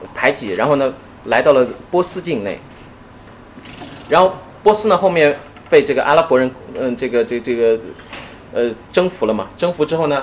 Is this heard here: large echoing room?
yes